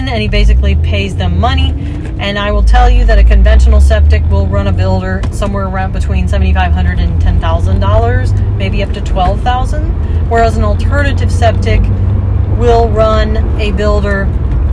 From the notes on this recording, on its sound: I frequently record podcasts while driving, so noise may be a factor but the content is worth it, it's where I do a lot of thinking.